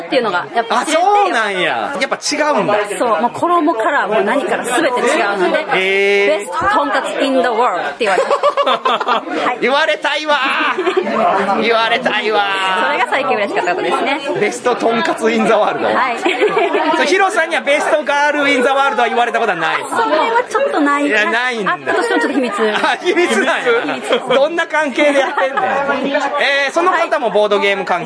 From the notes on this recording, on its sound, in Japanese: 店内収録のため、騒音雑音が激しく入っております。